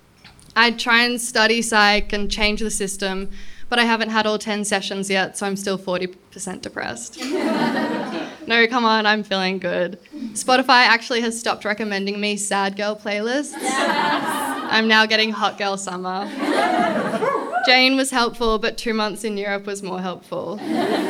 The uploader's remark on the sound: This episode was recorded live at the Brunswick Artists Bar.